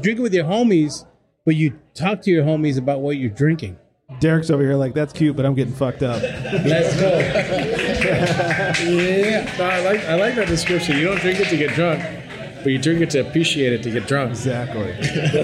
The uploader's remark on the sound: Flantastico Release Party at 818 Brewing. We held a live podcast.